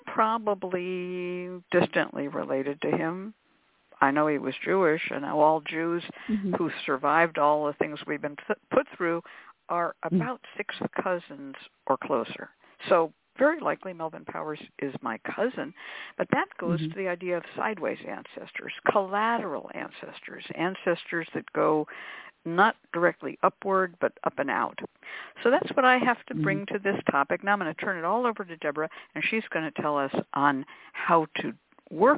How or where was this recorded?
phone line